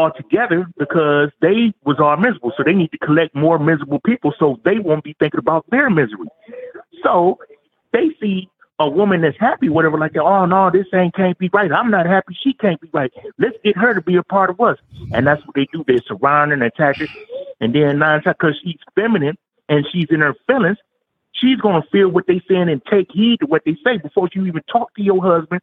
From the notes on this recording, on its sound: Catholic Alpha Radical LIVE Show. Your LIVE calls.